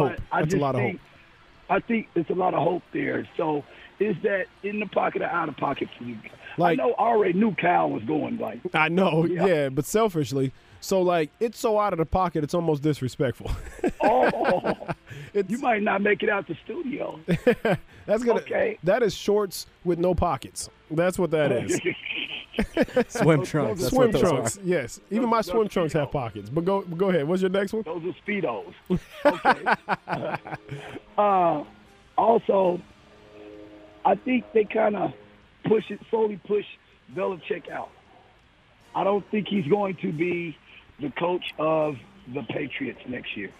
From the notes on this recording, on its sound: joins over the phone